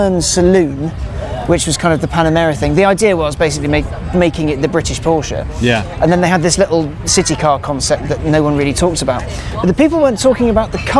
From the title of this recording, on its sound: Live from the Goodwood Festival of Speed